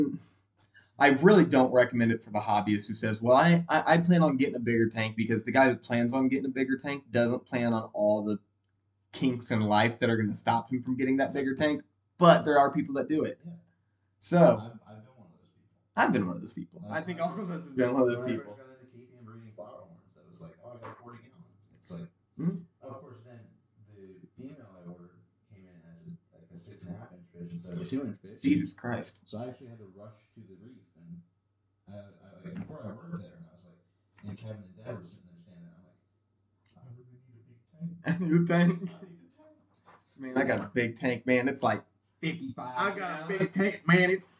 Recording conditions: poor sound quality